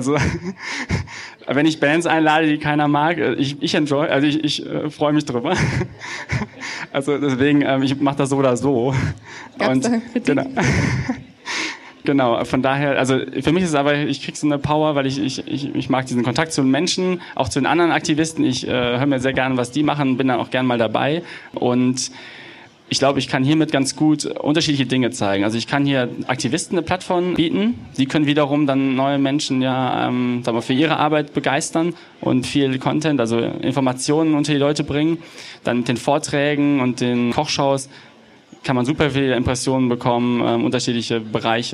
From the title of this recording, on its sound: Live Podcast Special